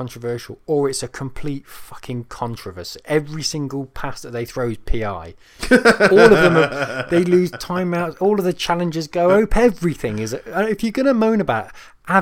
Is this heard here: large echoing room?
no